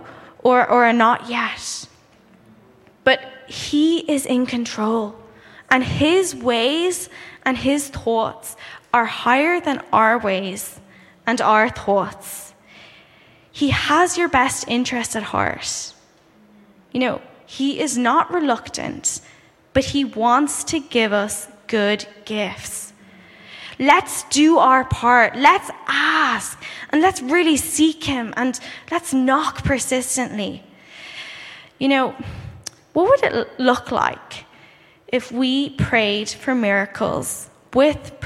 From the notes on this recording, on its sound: Saturday Morning Session of the 2023 Every Nation Campus Conference hosted by Every Nation Berlin